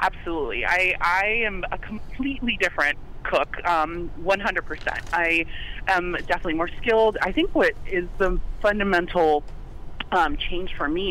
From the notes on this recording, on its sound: Then we're joined on the phone by Master Chef contestant.